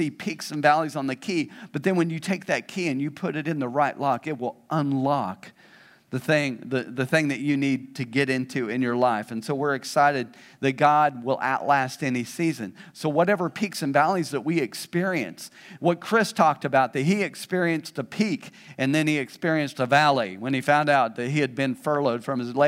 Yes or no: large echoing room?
yes